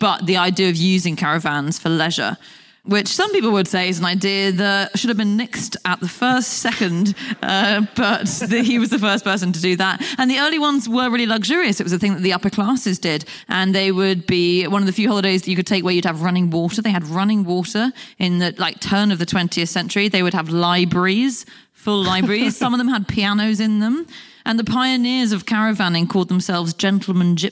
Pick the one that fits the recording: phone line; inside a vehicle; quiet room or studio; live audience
live audience